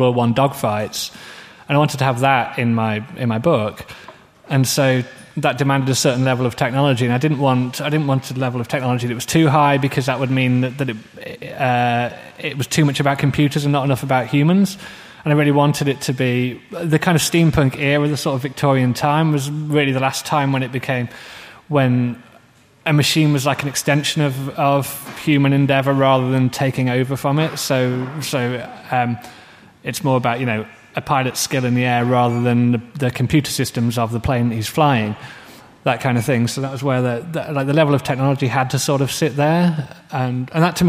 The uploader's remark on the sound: Guest of honour interview. At Swecon 2014 – the Steampunk festival in Gävle, Sweden.